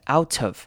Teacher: 我们可以把 t 直接移到 of 那边去